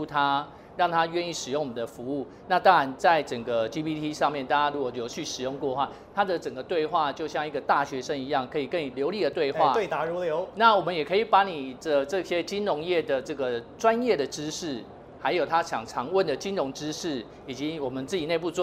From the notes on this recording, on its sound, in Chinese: 把錄音室帶到AI EXPO Taiwan的展覽會場